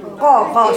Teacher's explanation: يبقى عندك اقصى اللسان في القاف